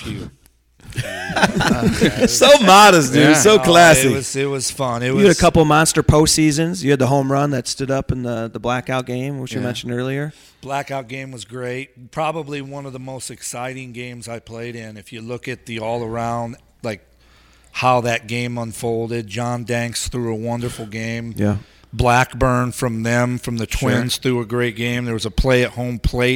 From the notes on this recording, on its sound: Live from SoxFest 2017!